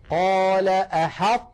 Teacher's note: نطقت الآن أنا طاء ساكنة غير مقلقلة وبقي المخرج مطبقا